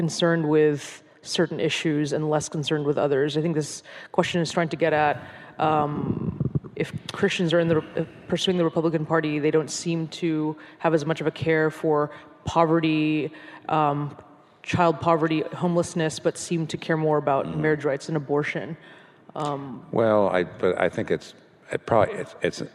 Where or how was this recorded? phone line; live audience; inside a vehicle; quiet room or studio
live audience